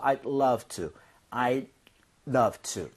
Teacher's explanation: I'd 할 거면 D를 drop 하는 게 오히려 날 정도예요. 혀가 입천장에 살짝만 붙는다는 느낌이에요.